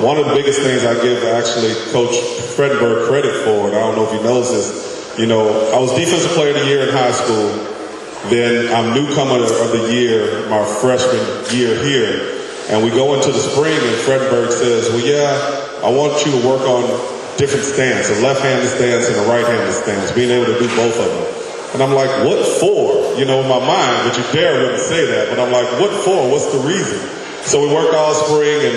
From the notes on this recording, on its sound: Recorded live at the induction luncheon held at the Texas Sports Hall of Fame.